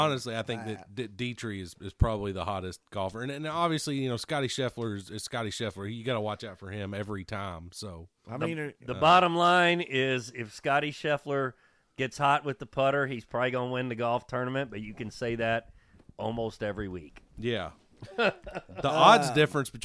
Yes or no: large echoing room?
no